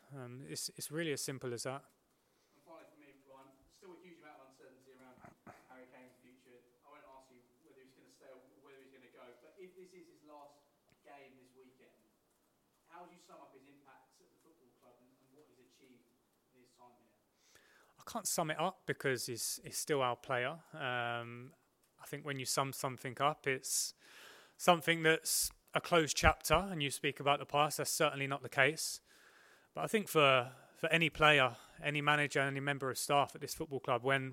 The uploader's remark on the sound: PRESS CONFERENCE